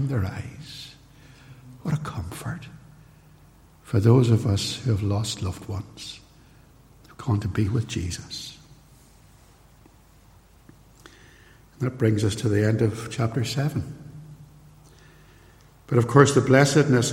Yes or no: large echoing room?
yes